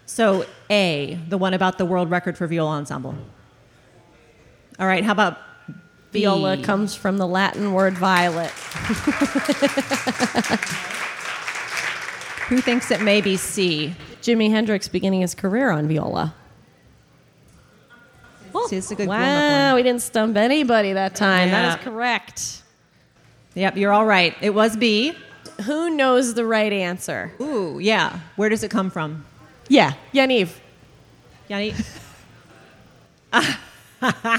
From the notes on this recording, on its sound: LIVE! From AVS/IVS Festival 2022. This episode was recorded live at The Loft in Columbus, SC, just a stone's throw from Columbus State University. It was part of the late night cafe events for the American Viola Society Festival/International Viola Congress which was held in June of 2022, and features a live studio audience, fabulous “game-show” contestants and even a guest host.